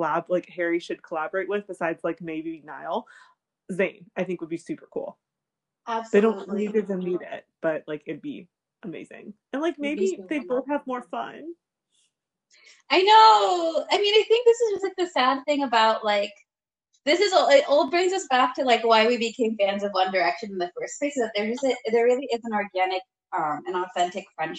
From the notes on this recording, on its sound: We would apologize for all technical glitches